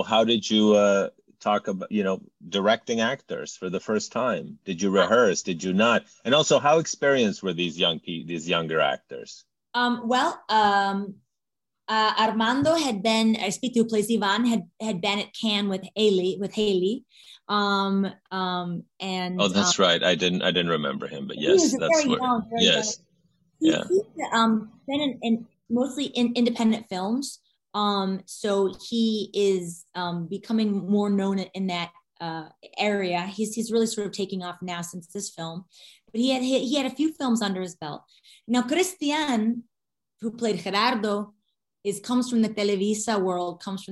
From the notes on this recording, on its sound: in a spoiler-filled virtual Q&A